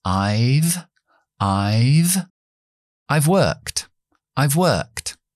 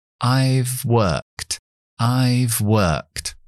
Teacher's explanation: Pero vamos a decir, por ejemplo, un verbo regular que añadimos ed, yo he trabajado, I have worked, voy a contraer have, I've, I've, I've worked, I've worked. El have se queda como un F.